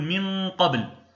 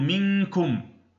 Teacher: إخفاء النون عند القاف والكاف نغلق معه مخرج القاف والكاف، نحن نقول من قبل، نقول منكم، هنا نغلق المخرج تماما. · Term: الإخفاء